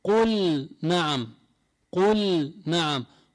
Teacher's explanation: ما بضغم اللام بالنون، ما بقول قل نعم، إنما حكمها الإظهار